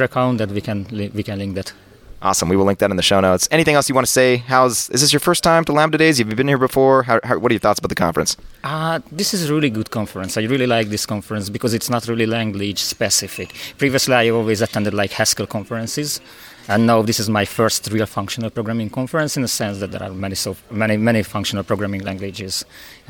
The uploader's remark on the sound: interviews speakers & attendees live from Lambda Days 2023!